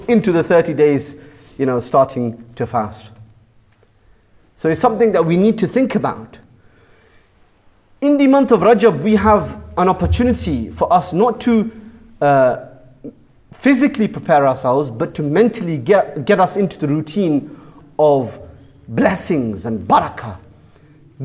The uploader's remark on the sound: Jummah Kuthbah | Friday 6th April 2018 | Bashir Ahmed Masjid Southampton